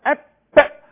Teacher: اللسان في قاع اب في قاع، في قاع الفم ايضا ساكن خالص، ما فيهوش تقعر خالص، بس في هزه في الاوتار الصوتيه، في غلق طبعا · Term: الباء